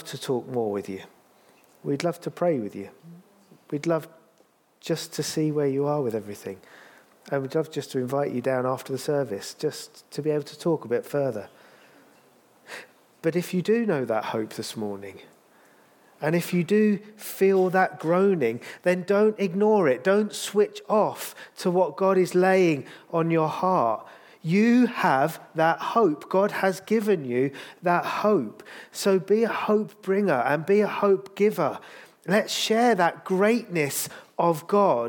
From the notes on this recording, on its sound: This sermon was recorded on Sunday 5th November 2023 at our Putnoe venue.